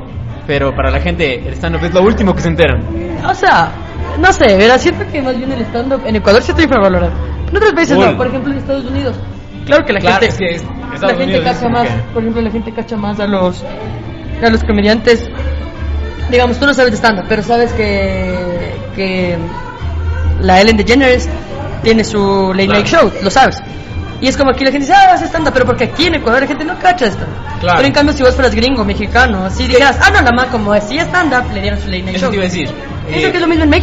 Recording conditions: background noise